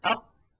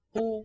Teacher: ينحصر الضيق والإزعاج في جهاز النطق في القاف حالة سكونها، وذلك بسبب انغلاق المخرج وانقفاله انقفالا تاما يحجز خلفه كمية من الهواء · Shown in: first take · تشكل إزعاجا للناطق.